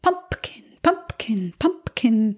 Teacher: Pumpkin, pumpkin, pumpkin, pumpkin, pumpkin. Or noticing a slight lip popping sound with the P